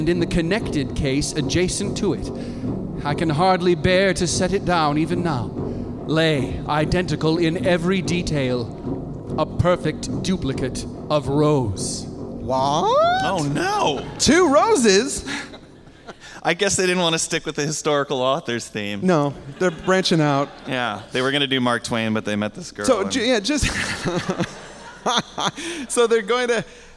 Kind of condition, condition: setting, live audience